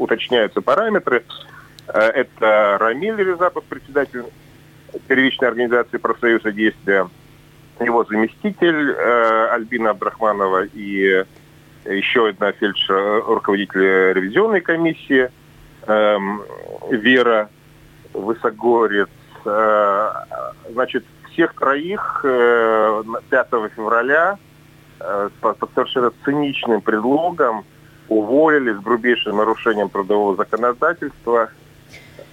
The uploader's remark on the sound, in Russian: По телефону